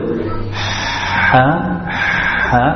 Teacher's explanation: The ha is touching the middle of the throat. If you feel it, ha, ha, it's like touching the middle of the throat.